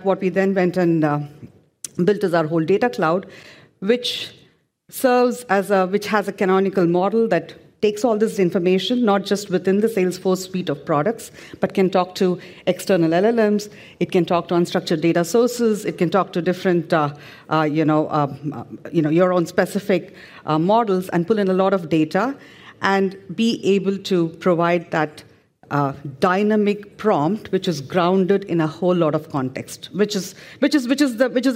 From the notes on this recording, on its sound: This panel session at FinJS.